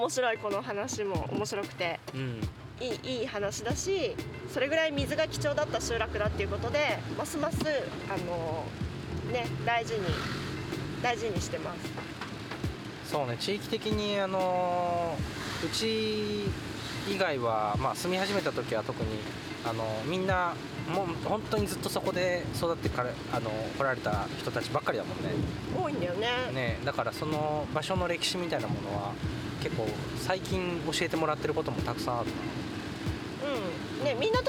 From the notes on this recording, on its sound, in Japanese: なぜか雨天の車移動中に収録しました。